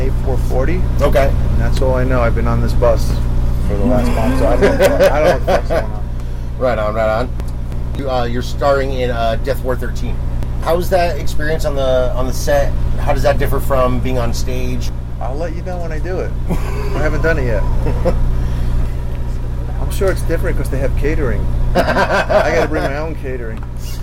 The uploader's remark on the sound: The bus was running the whole time which accounts for that humming background noise. No amount of filters could completely remove it without making the recording sound tinny and less audible.